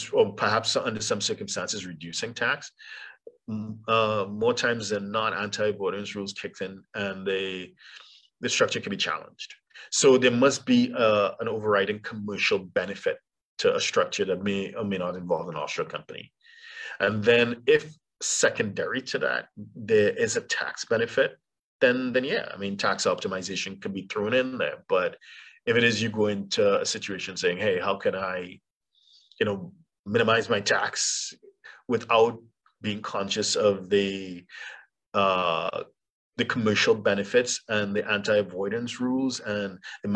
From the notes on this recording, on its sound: For those joining us on Zoom.